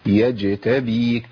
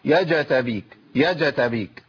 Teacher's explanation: القلقلة بتميل الى الفتح · Shown in: first take